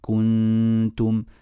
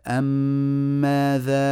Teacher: زمن كنتم أقل قليلا من زمن أم ماذا